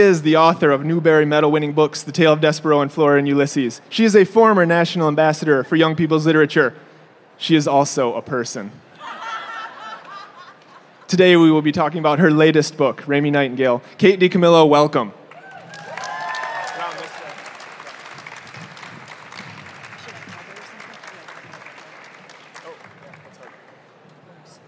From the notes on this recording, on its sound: Recorded live in front of an audience at the 2016 American Library Association Annual Conference.